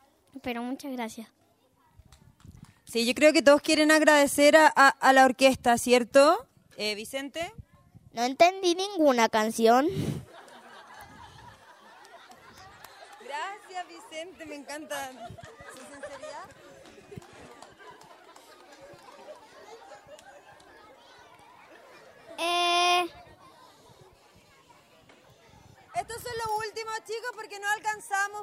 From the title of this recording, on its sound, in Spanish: en vivo - 27 Nov 2019